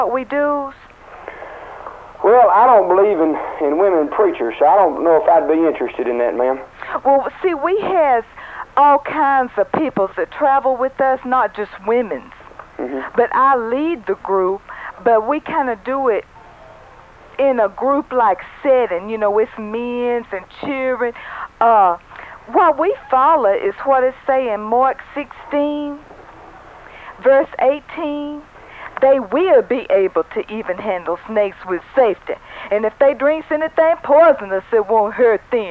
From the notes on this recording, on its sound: Prank Phone Calls